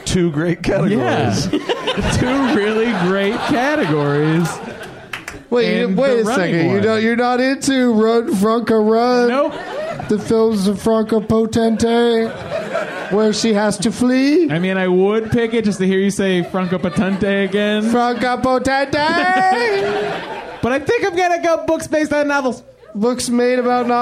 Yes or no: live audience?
yes